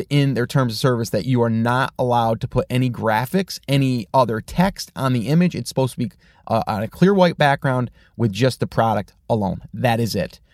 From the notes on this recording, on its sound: In the car today